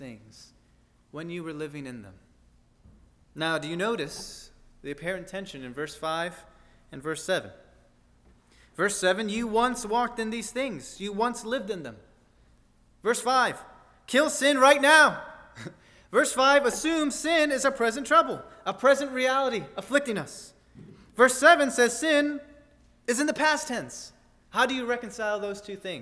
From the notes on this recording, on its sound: at First Baptist Church in Delphi, Indiana